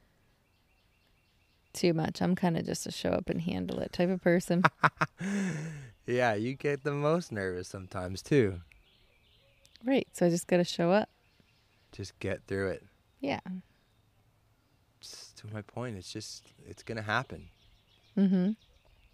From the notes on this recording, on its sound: We recorded this on our back deck tanning on our chaise loungers, so if you hear birds in the background that is why.